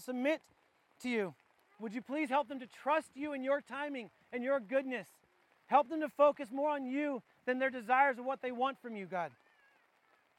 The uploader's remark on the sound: This was recorded outdoors at our church wide campout. We apoligize for the audio quality.